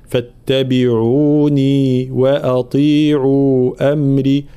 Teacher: في قوله تعالى: فاتبعوني وأطيعوا أمري، طبعا لابد من معناها بيان المدود هنا، مدود متساوية بمقدار المد الطبيعي